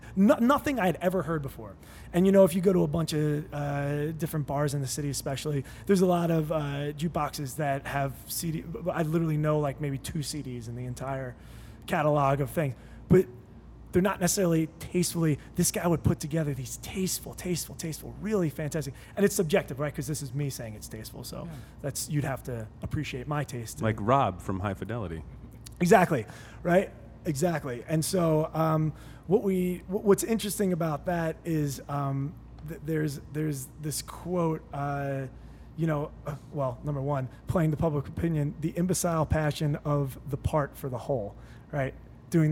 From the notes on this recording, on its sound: We travel to the pride of Delco PA: 2SP Brewery. Beer crew to remote cast live from the brew floor.